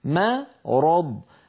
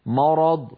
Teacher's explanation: الميم مرققة والراء والضاد مفخمتان · Shown in: first take · فلا يصح أن يقول القائل مرض فيفخم الميم تبعا للراء